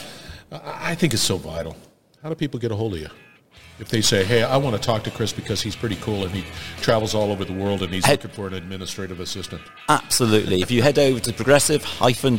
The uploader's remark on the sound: Industrial Talk is onsite at Hexagon LIVE. Hexagon Live conference in Las Vegas.